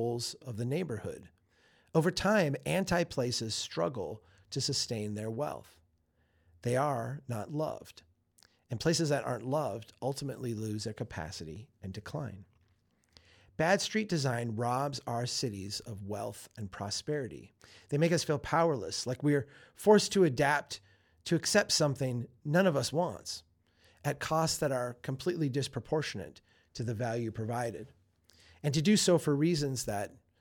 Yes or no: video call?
no